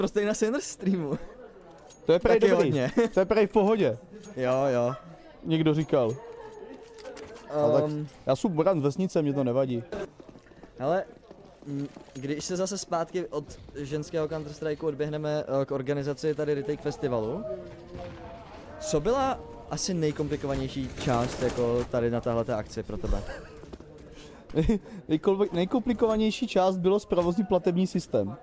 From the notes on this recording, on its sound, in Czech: Na RETAKE festivalu jsme živě rozebrali